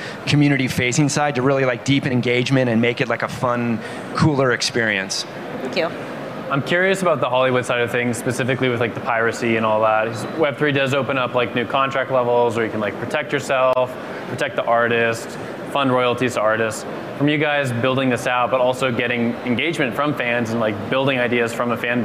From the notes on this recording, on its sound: live at Consensus 2023 in Austin, Texas